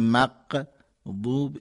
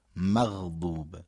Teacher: اگر بگیم میشه قاف، یا مثلا اگر بگیم مق بوب، این مق میشه قاف، اگر بگیم مغ میبینید یه حالتی داره که ما میتونیم اصلا روش بیستیم، یعنی قابل کششه · Shown in: second take · مغ بوب، این حالت میشه حرف غین.